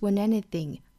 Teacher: when anything is 后鼻音加元音连读，那这个 ng 的发音呢需要我们是舌根的部分哈，抵一